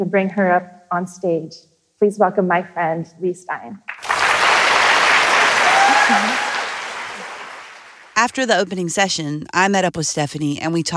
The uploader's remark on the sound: recorded at BinderCon this past October